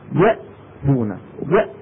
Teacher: لو قال واحد لو واحدة منكم قالت يأ وبعد ما تقول يأ تضغط تحاول تمشي الصوت تبع الهمزة ما بيمشي يأ. أي نعم تجد أن الصوت انقفل والمخرج انقفل انقفالا تاما. · Term: حروف شديدة